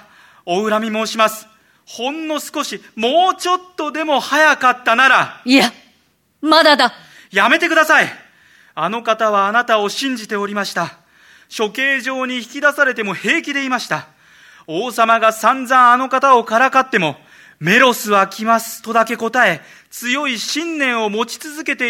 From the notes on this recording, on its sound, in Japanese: TBS放送センターで行われた公開収録。